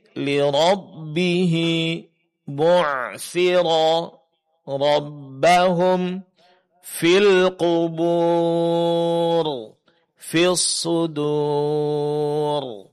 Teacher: Ada huruf ra ditebalkan karena dia berbaris atas, ya. Kemudian ada pula karena dia sukun sebelumnya terdapat mad waw dan huruf yang berbaris dhamma.